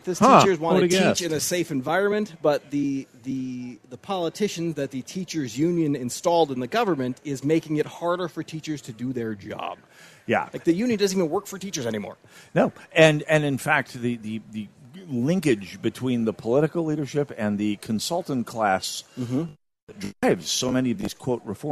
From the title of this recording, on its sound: Live From MN State Fair